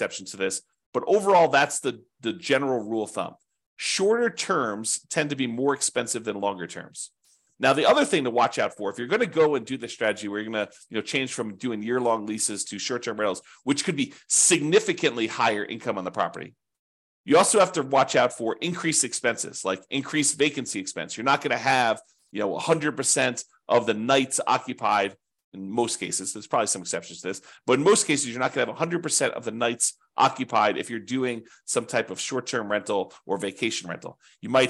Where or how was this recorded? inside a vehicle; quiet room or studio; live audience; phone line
quiet room or studio